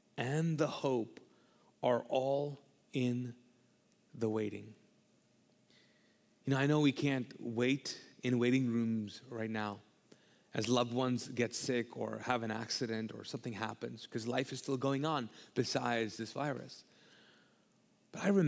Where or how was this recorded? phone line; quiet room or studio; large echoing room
large echoing room